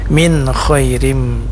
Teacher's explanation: Izhar artinya nampak atau jelas. Maksudnya huruf nun yang sukun atau mati ini harus jelas bunyinya, tidak boleh dipanjangkan